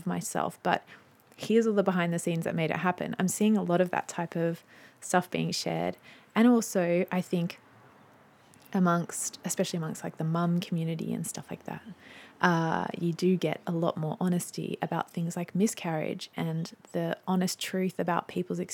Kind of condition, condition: fault, sounds in the background